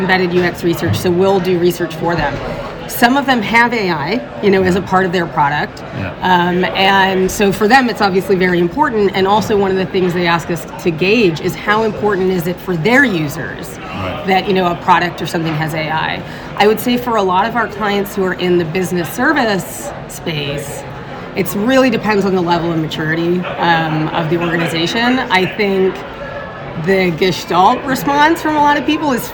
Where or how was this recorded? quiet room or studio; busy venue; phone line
busy venue